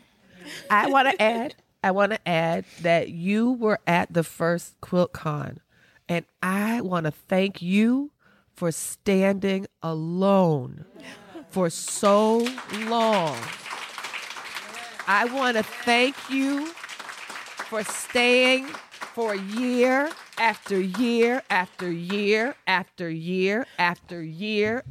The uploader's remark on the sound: live at the Modern Quilt Guild's 10th anniversary QuiltCon event in Atlanta